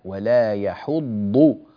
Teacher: كذلك ننبه إلى قوله تعالى ولا يحض، الضاد نعطيها حقها من التفخيم، بعض الناس يجعل الضاد قريبة إلى الدال، ولا يحض يحض، لا ولا يحض، ونفخم ونملأ الفم بالضاد هكذا ولا يحض.